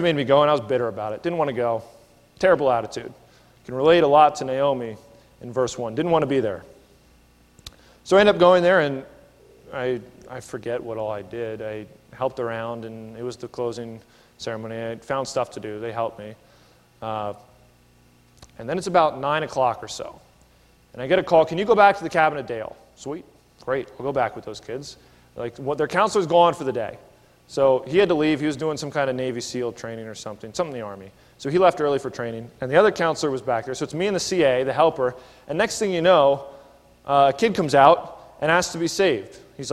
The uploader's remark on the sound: This is a sermon recorded at the Lebanon Bib;e Fellowship Church in Lebanon, PA during the evening service on 8/18/19.